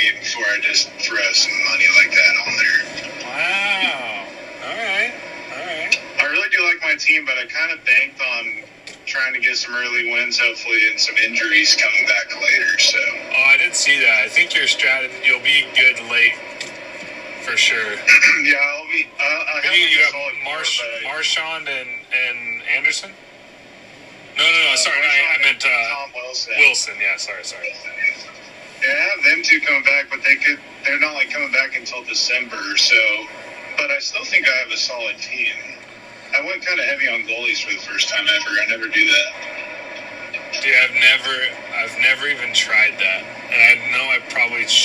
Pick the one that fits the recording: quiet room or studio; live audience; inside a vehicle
inside a vehicle